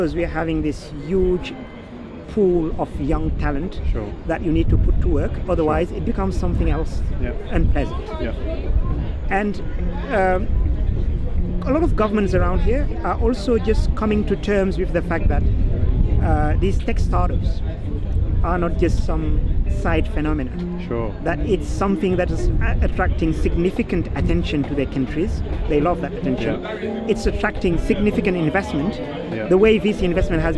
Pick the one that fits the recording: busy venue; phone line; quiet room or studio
busy venue